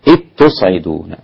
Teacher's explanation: أدغم الذال في التاء، أبو عمرو وهشام وحمزة والكسائي وخلف